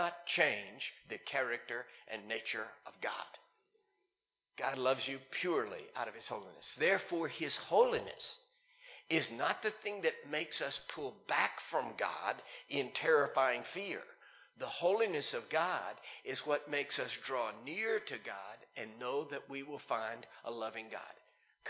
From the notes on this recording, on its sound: Recorded live in Liberty Church in 2019